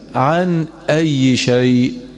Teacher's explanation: فكلمة عن أي شيء إذا قلتها لابد أن تجعلها بتنغيم الاستفهام